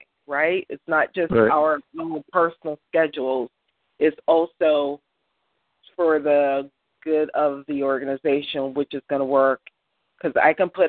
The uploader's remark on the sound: June 2016 EC Conference Call